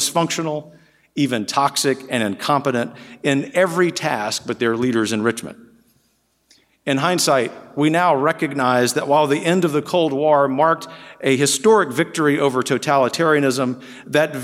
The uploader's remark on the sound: In his remarks to the third National Conservatism Conference on September 12, 2022